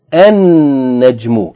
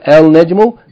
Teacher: So najmun becomes an-najmu, not al-najmu, an-najmu with two noons. · Shown in: first take